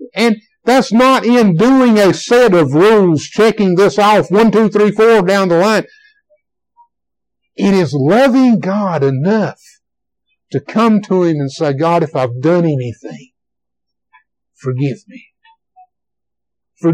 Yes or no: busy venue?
no